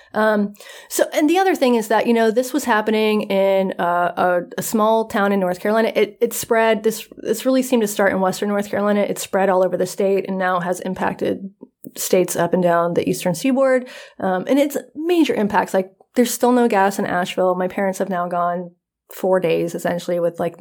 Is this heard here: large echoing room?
no